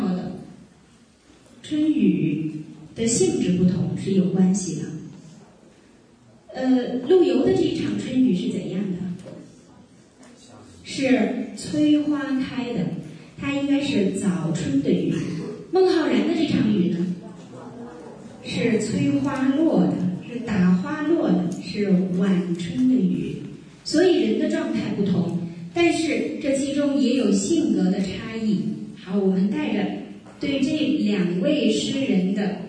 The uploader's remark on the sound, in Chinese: 赴青海民族大学做题为《诗中有道——从古典诗词看中国传统价值体系》的公益讲座。现将现场录音与大家共享。